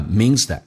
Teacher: It only meansmean 后面加 s 发 z，以 m n 跟 l 后面加 s 加 s 都发 z 这个发音，但是 z 跟 that 有一个击穿，也就是说 th 音不发音，用前面的 z 跟 a 形成个连音叫 meansthat。